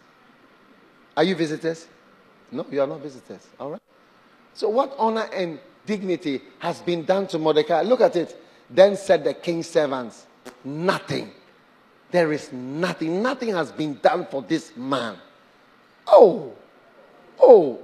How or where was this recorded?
large echoing room